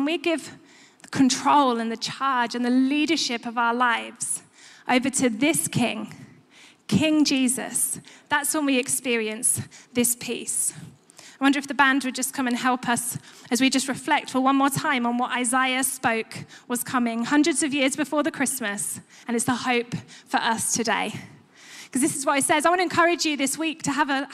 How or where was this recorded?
live audience